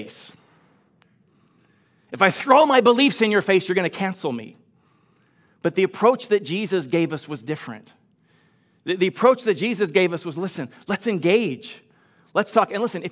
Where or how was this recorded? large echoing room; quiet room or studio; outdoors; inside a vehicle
large echoing room